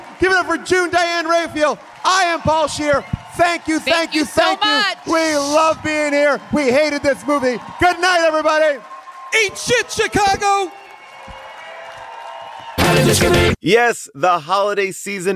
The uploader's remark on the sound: LIVE from the Riviera Theatre in Chicago